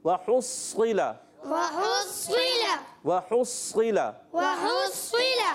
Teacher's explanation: صاد پہ تشدید ذرا رک کر ادا کرنا ہے